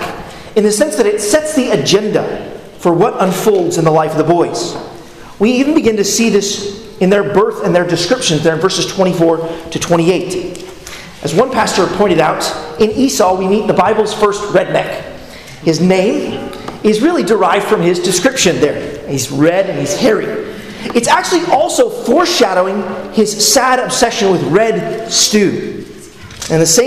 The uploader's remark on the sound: at Arlington Baptist Church in Arlington, Virginia